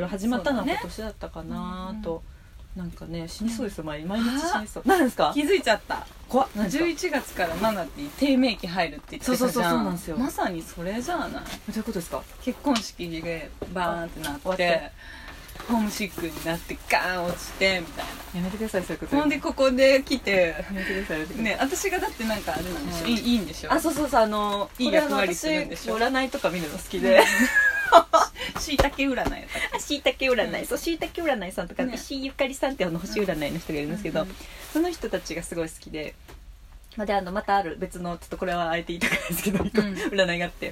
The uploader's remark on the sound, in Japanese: 岐阜 #福岡 #愛知 #犬山 #キャンプ場 #ティピー #テント #野外収録。